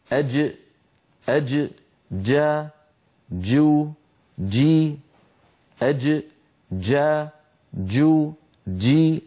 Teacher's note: كل هذه التقليبات لحرف الجيم تقليبات عامية لا تصح. أما الجيم الفصيحة الصحيحة التي كانت العرب تنطقها زمن النبوة من وسط اللسان، شديدة يعني محبوسة الصوت، مجهورة يعني محبوسة النفس